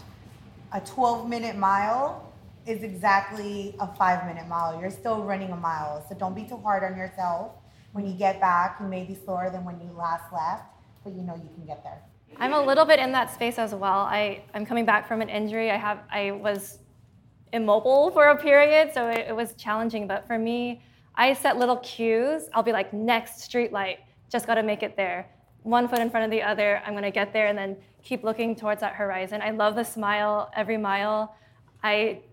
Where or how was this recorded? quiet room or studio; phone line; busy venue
busy venue